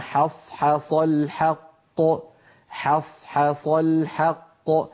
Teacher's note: فعلى التالي أن يرقق الحاءين ويفخم الصادين في كلمة حصحص. والحاء الثانية أكثر عرضة للتفخيم من الأولى، لأن الأولى جاورت صادا، أما الثانية فقد اكتنفها صادان عن يمينها وعن شمالها.